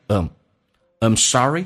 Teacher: I'm 就可以说成 a 加个 m